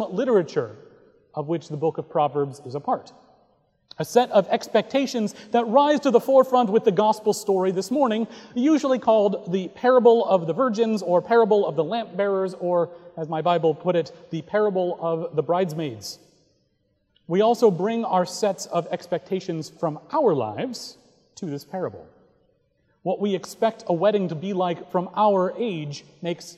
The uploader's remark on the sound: Recorded November 12, 2017 at Trinity Presbyterian Church in Bixby, Okla.